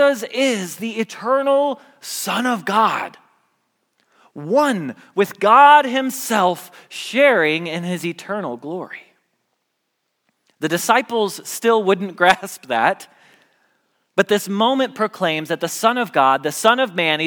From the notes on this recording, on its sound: Message Preached at Valley Creek Church